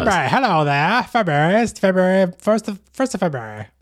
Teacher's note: you took a four-syllable word and got it down to two syllables